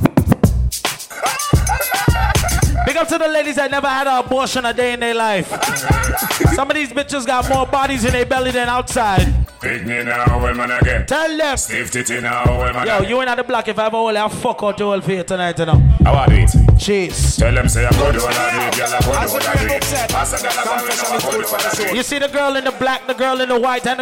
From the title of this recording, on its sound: LIVE At 2uesdaze New Years Day